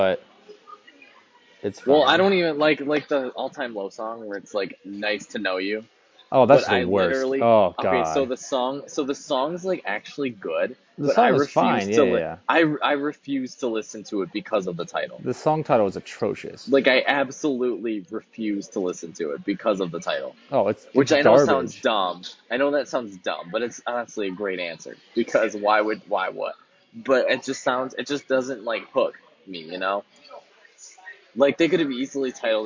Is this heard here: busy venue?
yes